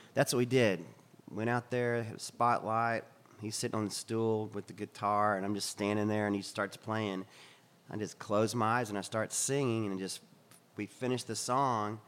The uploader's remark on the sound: This was recorded in the cafe at the Black Cat, a venue located off of 14th St in D.C. Special thanks to the Black Cat for turning off the ceiling fan and the music they normally listen to as they craft their delicious meals. Seated at a booth.